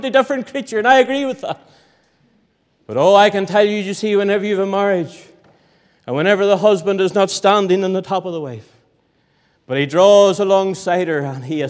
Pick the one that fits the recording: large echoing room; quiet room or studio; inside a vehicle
large echoing room